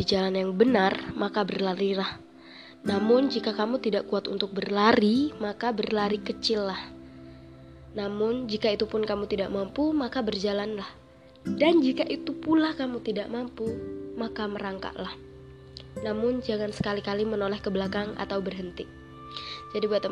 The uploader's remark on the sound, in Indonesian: Maaf suara getarnya ya guys.